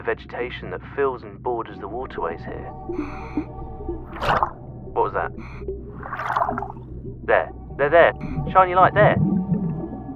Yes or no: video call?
no